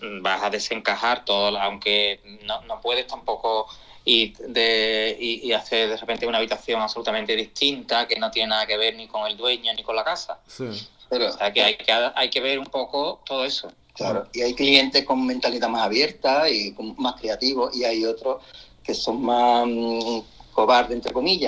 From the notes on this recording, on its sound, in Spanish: Entre París y Sevilla, charla telefónica